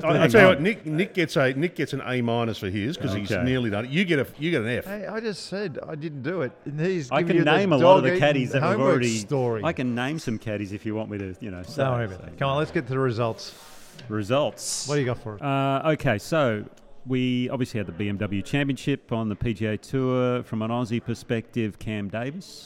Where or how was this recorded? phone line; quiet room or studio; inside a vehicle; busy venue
busy venue